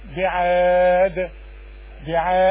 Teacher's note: هنا بقى بعاد بعاد هنقف عليها، هي بعاد انما عند الوقف هتبقى الدال ساكنة، وما دام ساكنة هقلقل